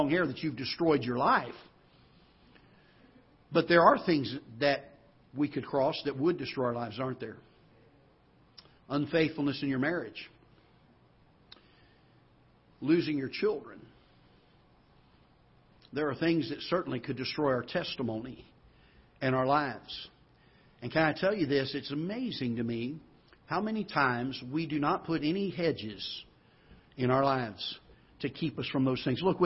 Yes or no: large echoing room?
yes